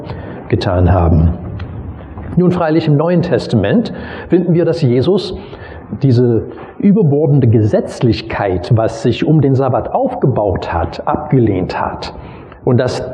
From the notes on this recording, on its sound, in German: Predigt aus dem Gottesdienst vom 22.